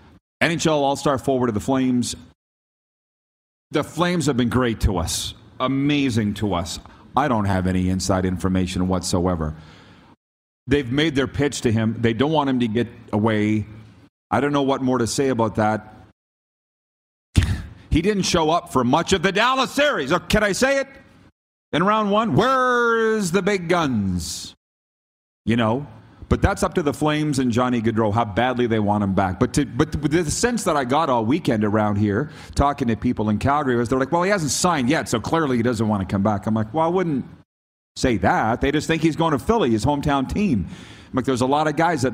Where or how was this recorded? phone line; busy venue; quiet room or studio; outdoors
busy venue